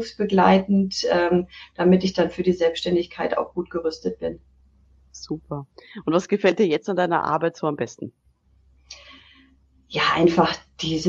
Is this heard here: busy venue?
no